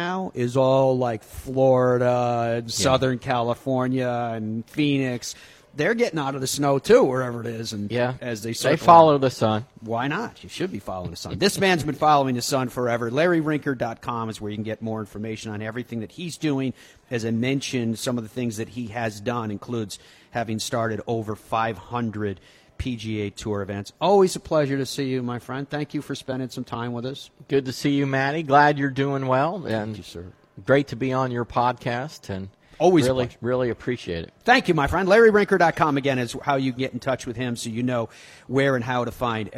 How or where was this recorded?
busy venue